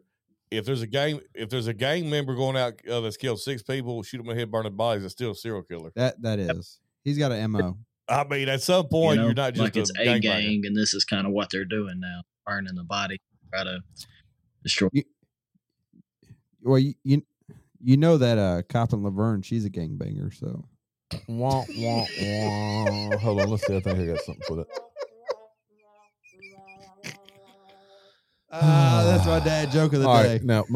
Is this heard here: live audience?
no